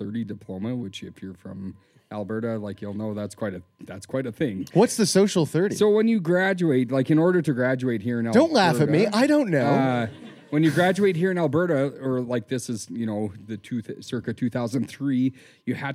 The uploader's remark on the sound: LIVE from Edmonton. In front of a live studio audience in Edmonton.